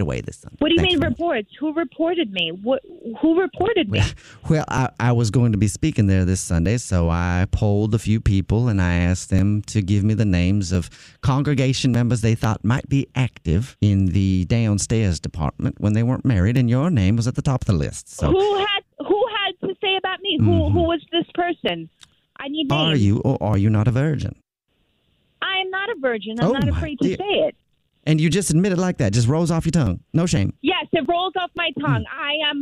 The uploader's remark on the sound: where a woman calls